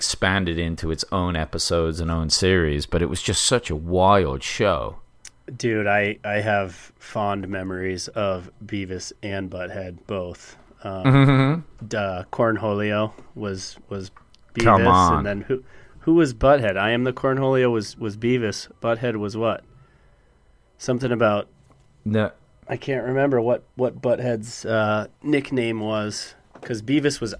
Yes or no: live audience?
no